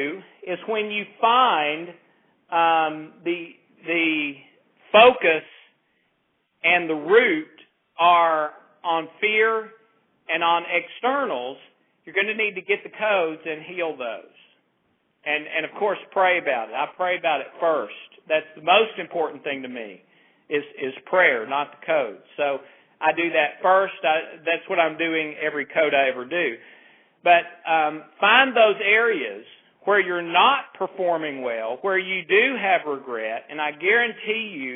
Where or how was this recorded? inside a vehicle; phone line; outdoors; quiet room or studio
phone line